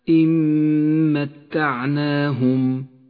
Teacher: من غير تشديد وأخيرا الإدغام بغنة في قوله تعالى إن متعناهم تدغم النون الساكنة بحرف الميم أما النون فإنها لا تلفظ ولذلك لونت بالرمادي وأما الميم فتشدد ولونت بالأخضر لأنها تغن بمقدار